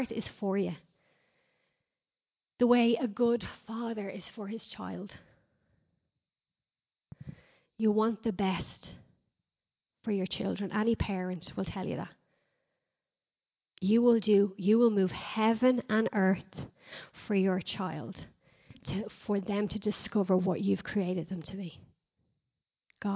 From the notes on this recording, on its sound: Recorded live in Liberty Church in 2019